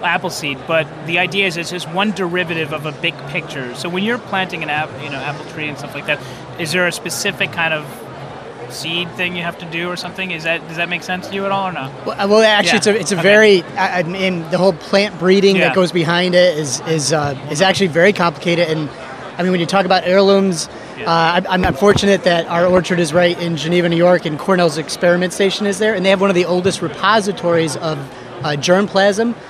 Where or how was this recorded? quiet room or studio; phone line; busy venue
busy venue